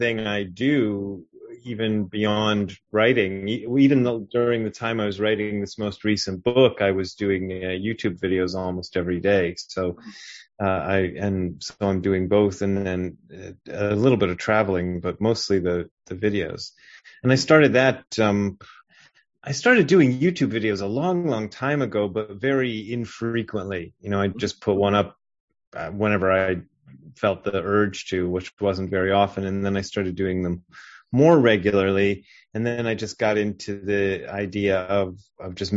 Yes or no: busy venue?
no